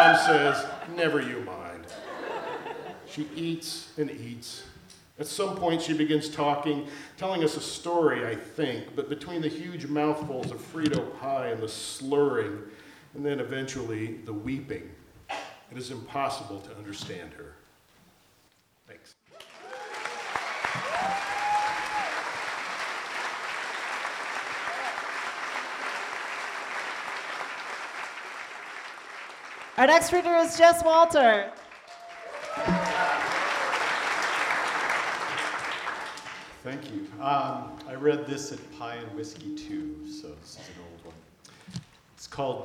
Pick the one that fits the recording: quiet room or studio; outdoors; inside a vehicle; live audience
live audience